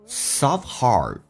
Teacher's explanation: Soft T is silent